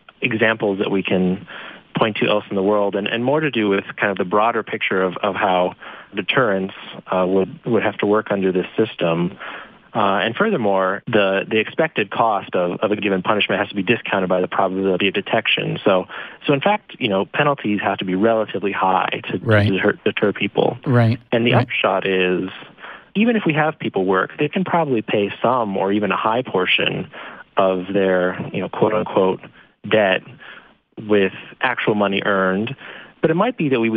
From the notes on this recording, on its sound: In this special call-in episode